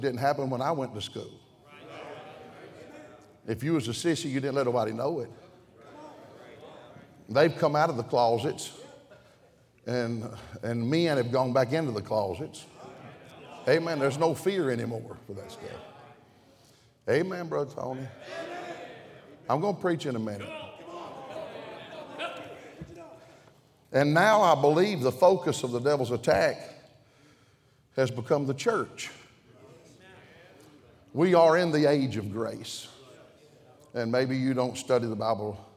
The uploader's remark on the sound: during the Wednesday Evening service of the 38th Annual National Pastors' & Workers' Conference in Santa Clara, California